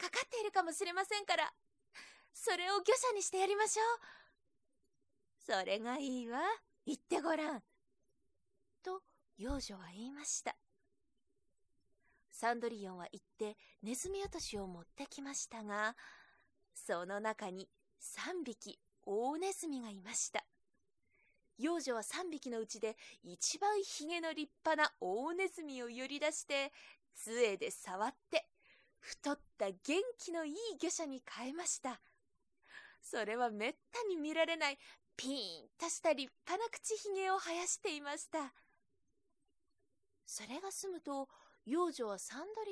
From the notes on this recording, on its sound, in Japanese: 自宅録音ですのでノイズなどはご了承くださいませ。